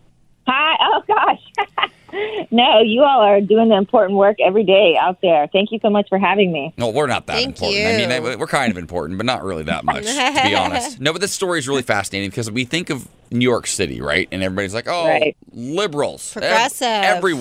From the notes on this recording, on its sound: is calling